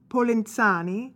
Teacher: the Z is like a T-S, phonology of Italian and German. So it's Matthew Polenzani, pronounced very softly.